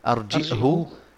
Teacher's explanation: بس نضم الهاء من غير صلة